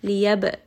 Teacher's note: ba here is going to have qalqala, has a little bit of that bounce